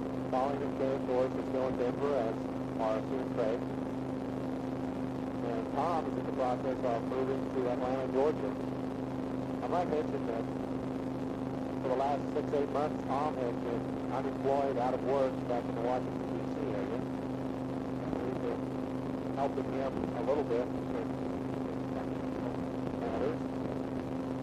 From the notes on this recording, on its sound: Driving Home from Work. Poor Audio Quality.